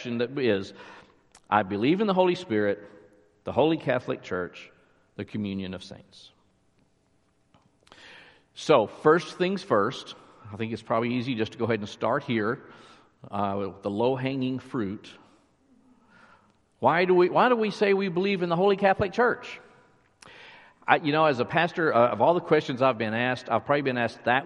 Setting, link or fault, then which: setting, large echoing room